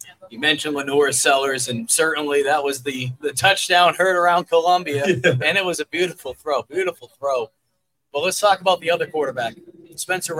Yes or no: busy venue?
yes